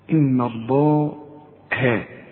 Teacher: اللام إحنا قلنا لام لفظ الجلالة المفتوح دائما مفخمة لكن اله دائما مرققة.